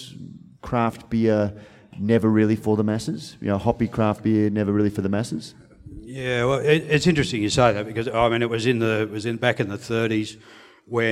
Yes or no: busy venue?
yes